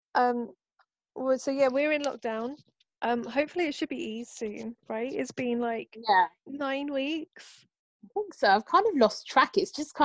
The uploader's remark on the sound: get together over zoom